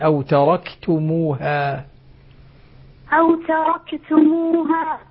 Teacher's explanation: ما قطعتم من لينة أو تركتموها وضح الكاف، وضح الكاف قائمة على أصولها. أظهري همس الكاف بارك الله فيك